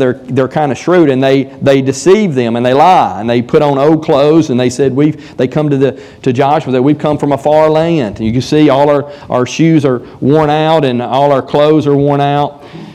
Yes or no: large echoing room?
yes